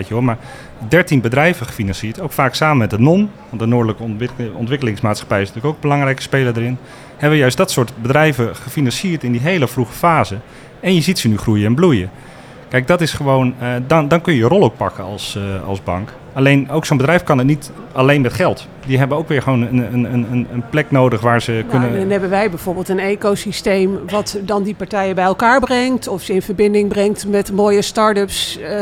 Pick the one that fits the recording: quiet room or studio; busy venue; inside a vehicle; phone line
busy venue